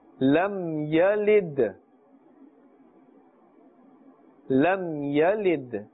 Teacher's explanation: Alright, dal has a sakin, a jazm. Dal is part of the huruf qalqala. And therefore we are echoing and bouncing that sound.